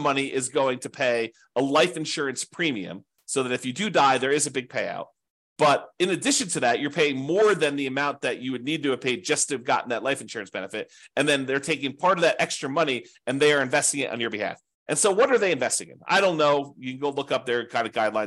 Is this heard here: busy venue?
no